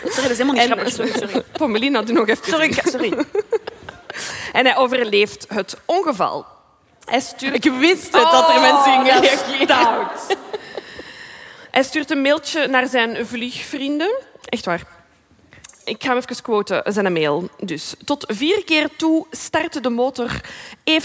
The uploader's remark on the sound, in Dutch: Live vanop het DS Podcastfestival in Oostende.